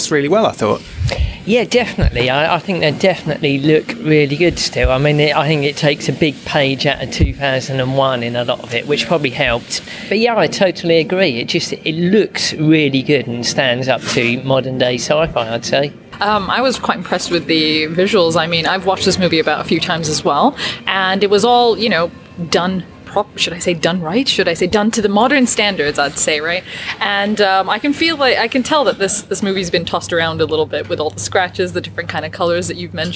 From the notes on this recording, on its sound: Recorded live at the Prince Charles Cinema in London’s West End. At an anniversary screening of Star Trek: The Motion Picture.